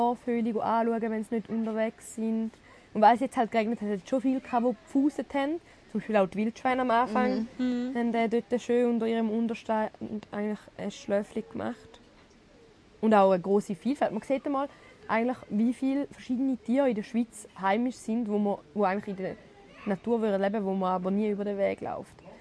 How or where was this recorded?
outdoors